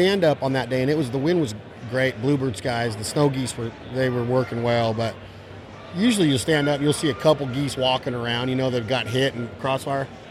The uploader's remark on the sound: at the NWTF convention in Nashville, TN